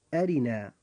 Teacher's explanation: فمثلا كلمة أرنا، كلمة أرنا جاء حرف الراء فيها مكسورا فترقق هذه الراء عند النطق